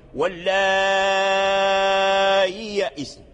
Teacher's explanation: سهل الهمز بين الهمزة والياء، تنطق بحرف ليس همزا خالصا وليس ياء خالصة، فتنطق به ما بين الهمزة والياء. · Term: التسهيل